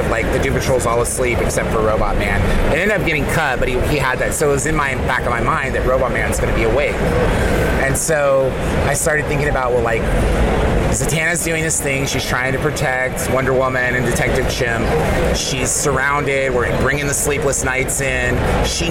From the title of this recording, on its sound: LIVE from SDCC '23